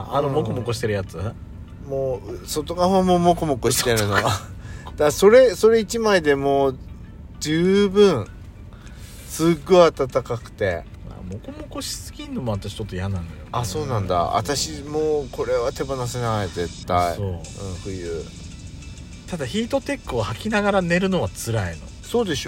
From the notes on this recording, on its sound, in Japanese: パーキング収録